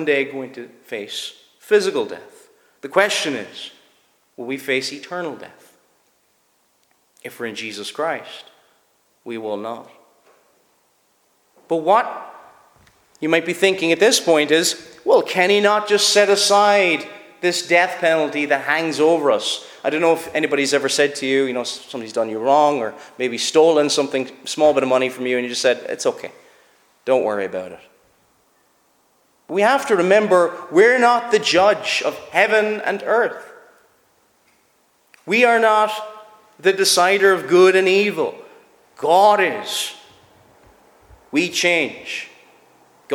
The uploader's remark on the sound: Preached at Shettleston Free Church -Continuing- during their communion season.